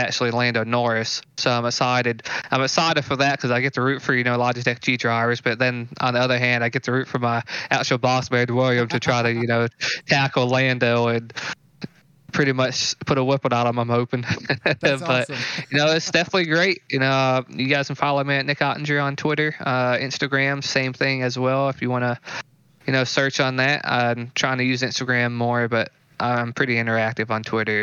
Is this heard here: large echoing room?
no